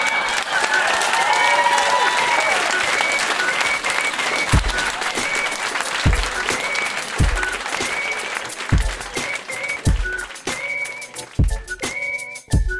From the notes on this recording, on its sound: Recorded live at The Mansion in Kingston.